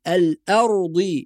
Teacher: وكلمة الأرض نحافظ على ترقيق الهمزة